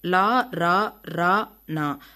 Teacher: நுனி, நா, நுனி அன்னத்தை பொருந்த உச்சரிக்கின்றோம் · Term: நுனி அன்ன ஒலிகள்